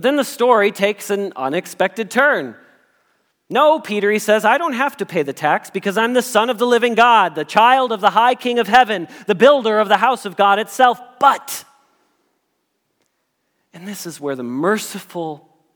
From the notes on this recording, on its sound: Message Preached at Valley Creek Church